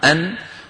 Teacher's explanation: فالنون فيها قرع لطرف اللسان على مخرج النون هنا أن، ومعها غنة من الخيشوم، مجموع ذلك كله يشكل حرف النون.